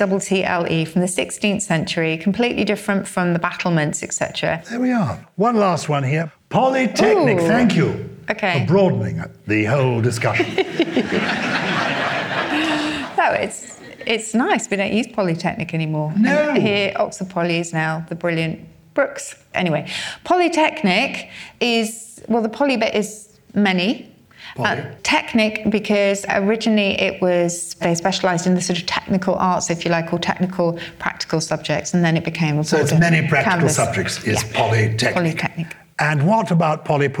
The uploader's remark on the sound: Recorded live at the Oxford Playhouse on Sunday 9th October 2021.